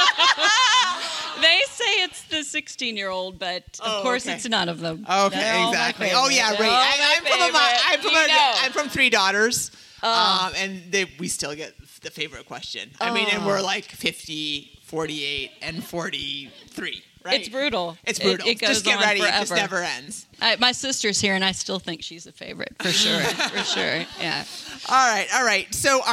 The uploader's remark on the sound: Recorded in front of the Hilton Head Island Retreat attendees, this episode is full of rowdy laughs and get-you-moving inspiration.